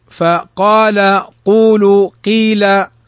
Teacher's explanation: ثم قال وإذا اتصل بالياء، يعني القاف المكسورة وبعدها ياء، كان أقل، قيل قيل، فقال قول قيل، نلحظ أنها مفخمة ولكن أعلى الفتح ثم أقل منه الضم ثم أقل منه الكسر